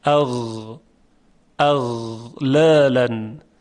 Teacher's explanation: در موقع تلفظ حرف غین تارهای صوتی به ارتعاش در میاد، اما در تلفظ حرف خا تارهای صوتی ارتعاشی ندارند.